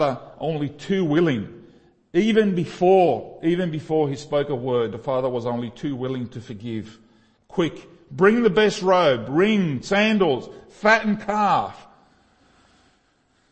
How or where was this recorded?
large echoing room